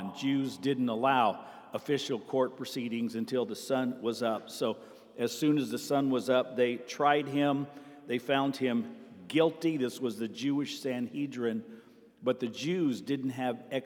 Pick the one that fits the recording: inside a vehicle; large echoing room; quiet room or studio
large echoing room